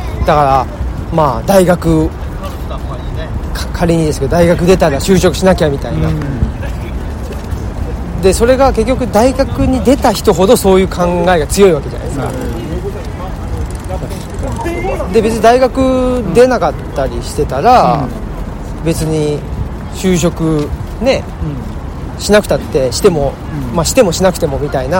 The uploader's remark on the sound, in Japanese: 恒例の街ブラ収録。神戸の海辺、街を歩きながら。